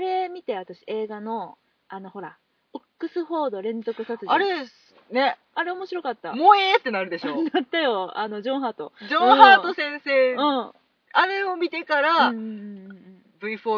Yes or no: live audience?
no